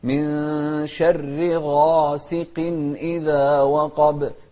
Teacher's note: فالغين من احرف التفخيم، وهني مفتوحة وبعدها ألف يعني في أعلى مراتب التفخيم